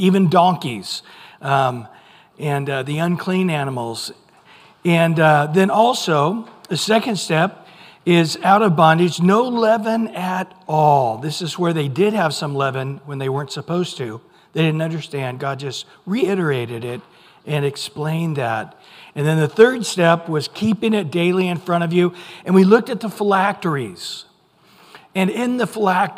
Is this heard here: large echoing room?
yes